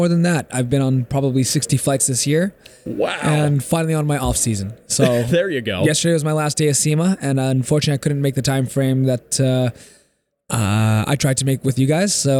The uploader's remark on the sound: SEMA 2023 Was Wild! LIVE from Vegas.